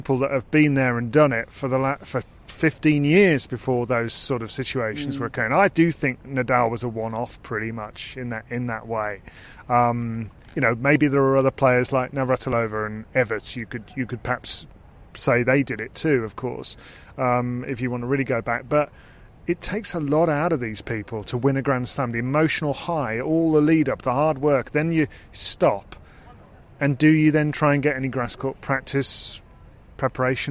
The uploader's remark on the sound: Live from Wimbledon - Media Day